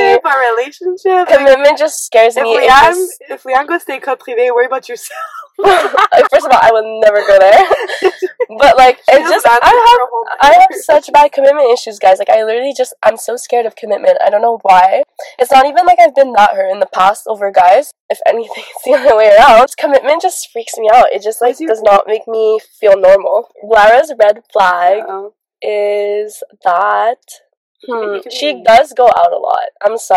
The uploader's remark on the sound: Bear with us, the audio will get better with time